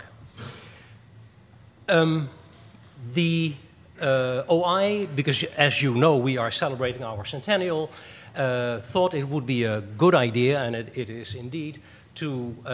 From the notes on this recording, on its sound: This lecture was live streamed. This audio recording was originally presented as an illustrated lecture.